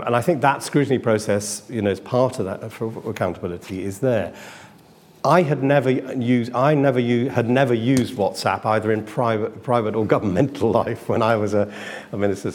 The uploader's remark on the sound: This event was part of the IfG's Ministers Reflect one-day conference.